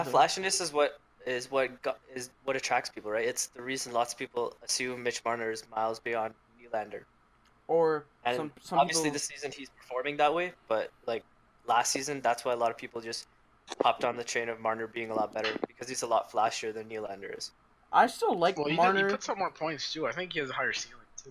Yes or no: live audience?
no